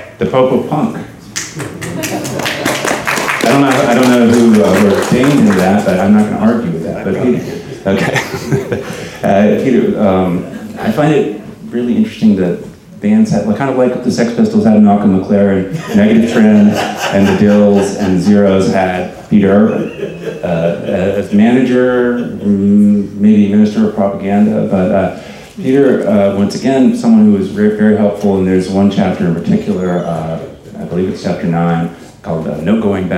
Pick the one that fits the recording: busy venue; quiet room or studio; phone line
busy venue